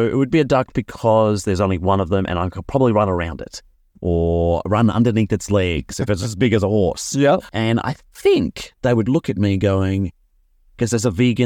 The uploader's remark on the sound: This is a re-production and edited version of a conversation recording in early 2019, back when I recorded episodes in my car.